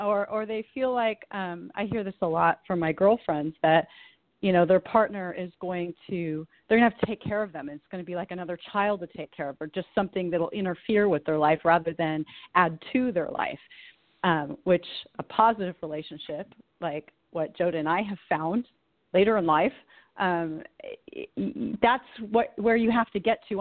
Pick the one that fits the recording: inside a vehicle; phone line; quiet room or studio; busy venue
phone line